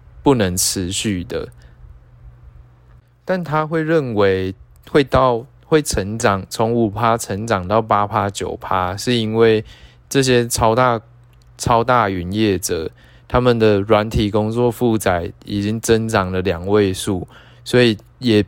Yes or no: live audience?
no